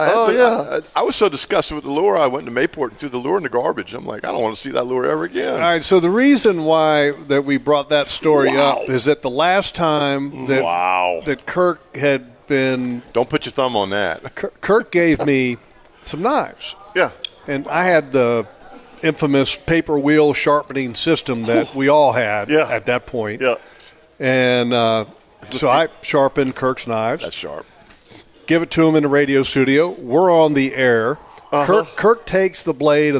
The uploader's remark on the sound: LIVE from Hagan Ace!